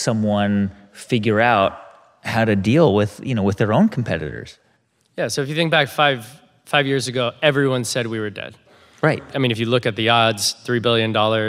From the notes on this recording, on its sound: At The HIBT Summit. In front of a live audience in San Francisco.